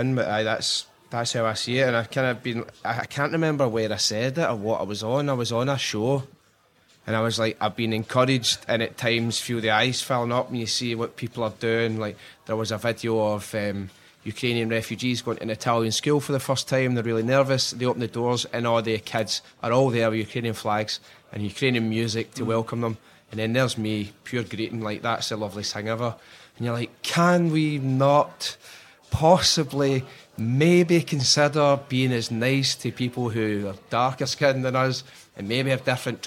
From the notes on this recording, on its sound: Recorded in a cafe in the heart of Istanbul.